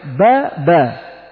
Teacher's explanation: عندما تقول الحركة تضاعفها وتجعلها حركتين فكأن تقول الحركة جعلتها حركتين، با با، بدلا من أن تقول حركتين با با، تمد صوت الفتحة بمقدار زمنها بالمقدار الذي نطقت به فيصير ألف